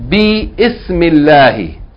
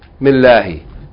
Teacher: Okay, so if there's a word before it, don't say, don't pronounce the kasra of ismun · Shown in: second take · Term: hamzatul wasl